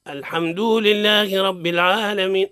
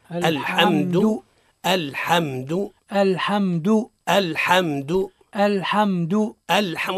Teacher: الحمد هذا خطأ، الحمد مدو أي تمطيطه هذا خطأ. الصواب الحمد من غير مد · Shown in: second take